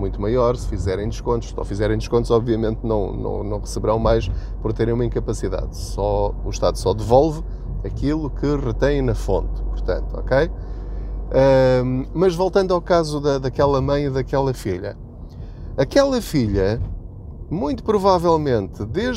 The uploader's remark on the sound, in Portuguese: Não ligue aos barulhos da viagem.